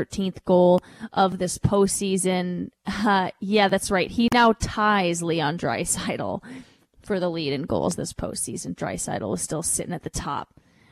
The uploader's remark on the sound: Live from the NHL Combine.